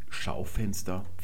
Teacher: die Betonung ist auf der ersten Silbe